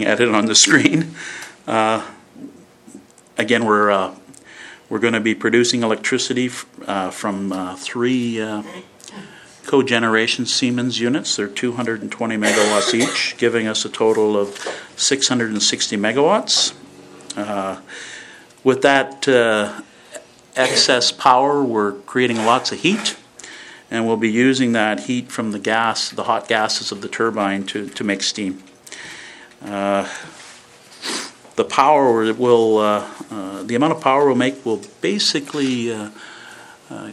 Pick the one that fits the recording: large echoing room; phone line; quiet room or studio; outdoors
large echoing room